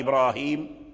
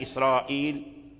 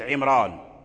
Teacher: فالحاصل أن الاسم الأعجمي إذا كان في القرآن الكريم ووقع فيه الراء ووقع قبل الراء كسر فإن ورشا يفخم هذه الراء لأنها واقعة في الاسم العجمي